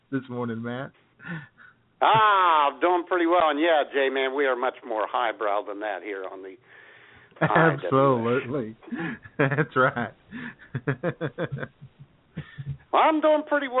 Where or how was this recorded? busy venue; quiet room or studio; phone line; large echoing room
phone line